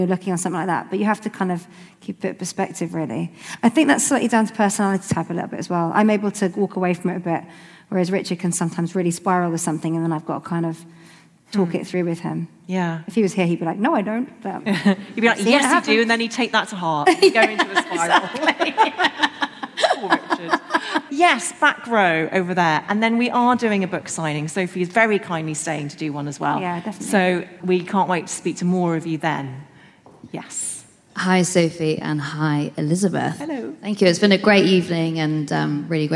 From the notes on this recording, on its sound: How To Fail LIVE. This episode was recorded live at Shoreditch Town Hall.